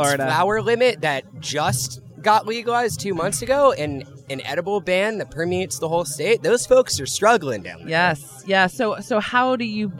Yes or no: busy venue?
yes